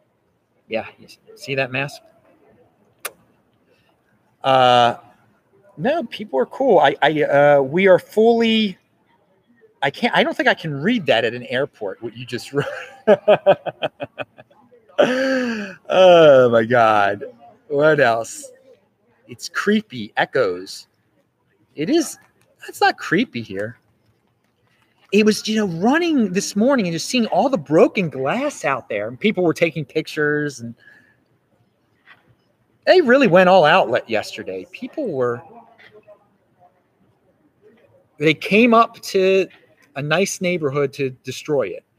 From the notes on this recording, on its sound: On the streets of LA, inside of LAX. The second part of the show which was filmed outside on the streets of LA. There is some background noise (since it is outside). Mostly recorded in Los Angeles, CA.